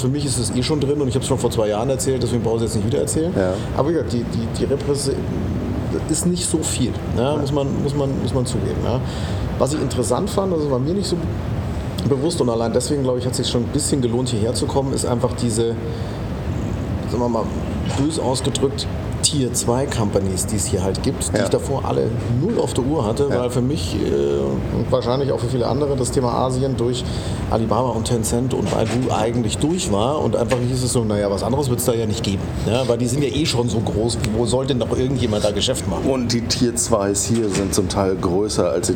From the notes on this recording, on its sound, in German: Money2020 Asien. Dieses Mal haben wir den Podcast live vor Ort in Singapur aufgenommen.